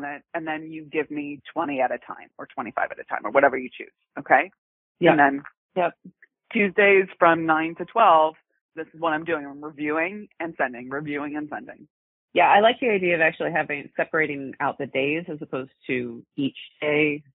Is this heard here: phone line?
yes